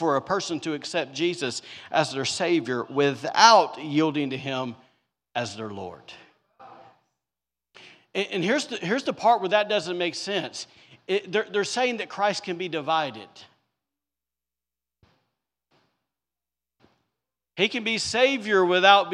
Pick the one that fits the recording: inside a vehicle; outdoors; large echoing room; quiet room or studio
large echoing room